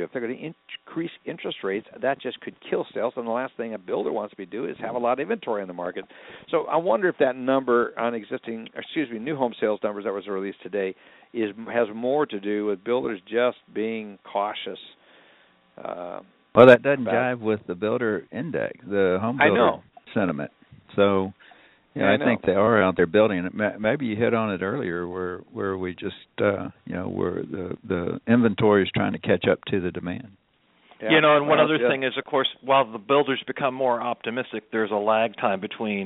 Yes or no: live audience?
no